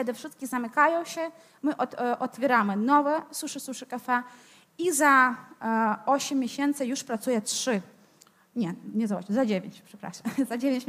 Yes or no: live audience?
yes